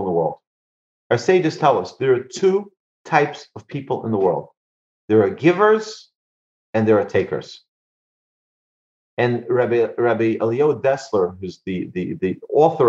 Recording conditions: video call